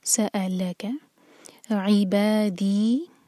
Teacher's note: با اور دی دونوں برابر، دو دو حرکہ